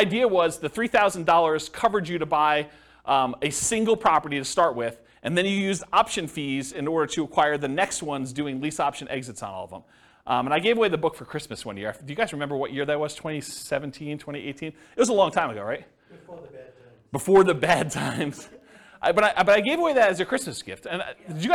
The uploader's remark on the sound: Thornton, Colorado. This was a live class recorded. The live in-person version.